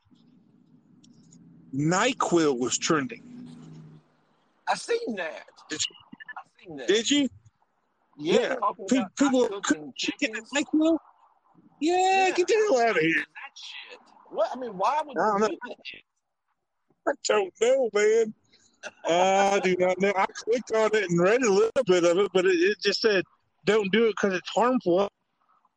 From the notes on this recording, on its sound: I man in the car alone with his thoughts but today I got a guest.